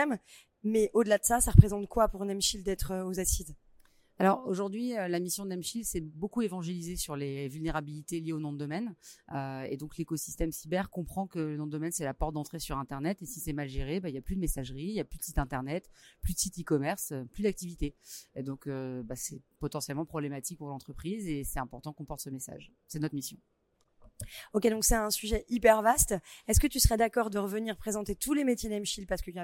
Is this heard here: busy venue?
yes